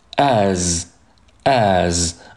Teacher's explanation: 这个 as 那你在读的时候不要读成 s，而是一个 z · Term: 浊辅音